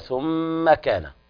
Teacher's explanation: لابد من الغنة بمقدار حركتين